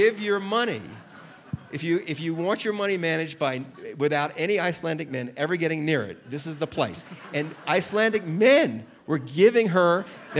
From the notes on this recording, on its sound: Recorded live at Aspen Words.